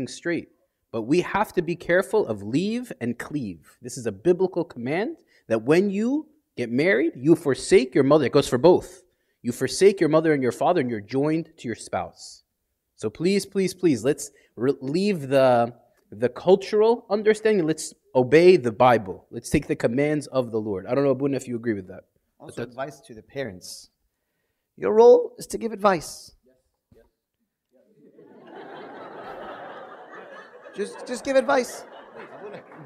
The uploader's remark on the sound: Hosting a Q&A session with the congregation in relation to marriage.